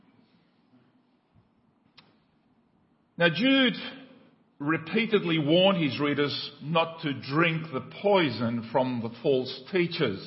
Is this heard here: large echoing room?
yes